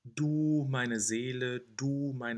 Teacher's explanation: Make sure that the du is always a very long and closed vowel.